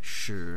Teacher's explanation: One, which is a monotone of a more higher pitch, sh, an intonation level where you kind of raise it so it sounds like a question, sh, and then a monotone of a slightly lower pitch